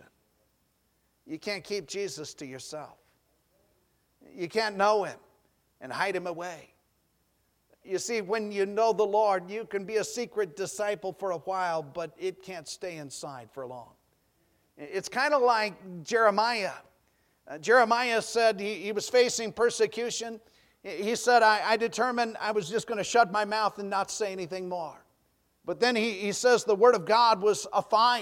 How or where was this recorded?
large echoing room